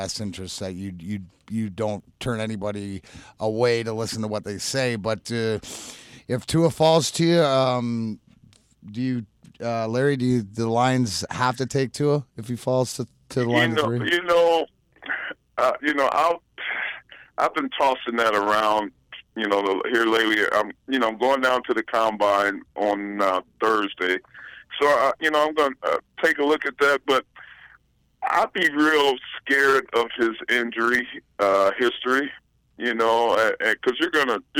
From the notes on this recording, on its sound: The guys are joined on the phone. With a live report from Tigers’ Spring Training.